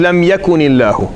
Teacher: We give a kasra, an artificial kasra, to the noon. So it becomes lam yakunillahu.